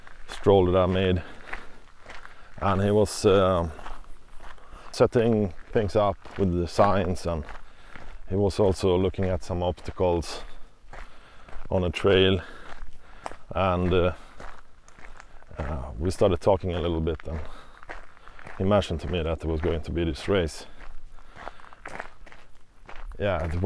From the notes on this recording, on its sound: we head to an outdoor setting for the first time and experience various surrounding sounds (noizz)